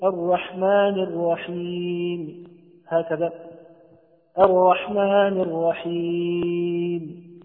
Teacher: الروم أن نأتي ببعض حركة الرحيم هذه الميم المكسورة